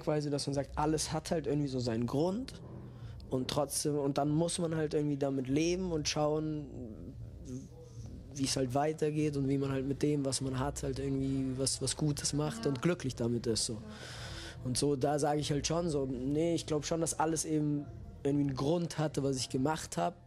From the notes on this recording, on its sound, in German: Auf dem Tapefabrik-Festival in Wiesbaden. Es ist eines der fünf Interviews, die wir vor Ort gedreht haben.